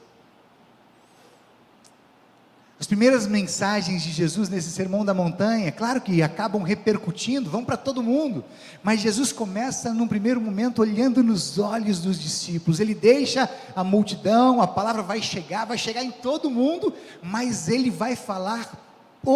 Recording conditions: large echoing room